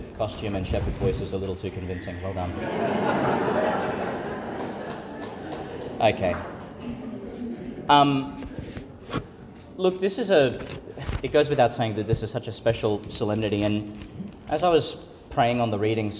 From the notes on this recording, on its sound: Homily for the Solemnity of the Nativity of Jesus Christ (Vigil) , delivered at St Patrick's Church, Calliope, Qld.